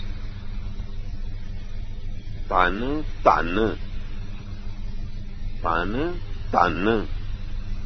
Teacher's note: ਦੂਜਾ ਧਨ ਟਿੱਪੀ ਨਾਲ ਹੈ, ਇਸ ਕਰਕੇ ਰੈਜ਼ੋਨੇਟ ਕਰਦਾ।